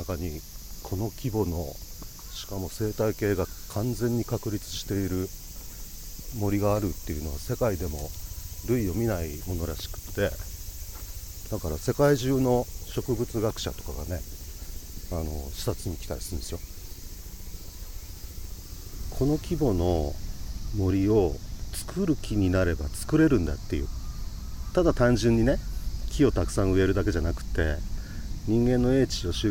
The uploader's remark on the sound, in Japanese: バイノーラルマイクで録音した夏の明治神宮の森の音